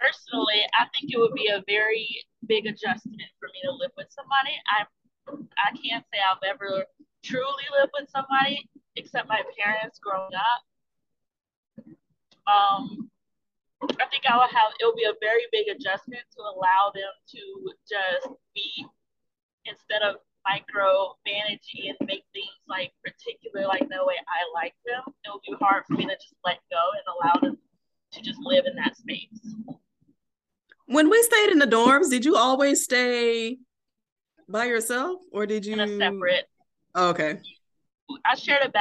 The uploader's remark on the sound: Please pardon our audio issues.